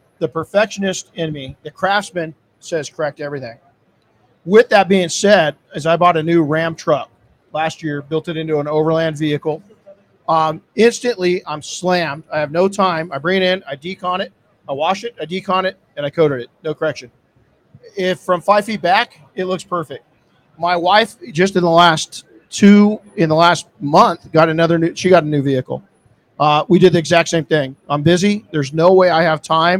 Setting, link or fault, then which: setting, busy venue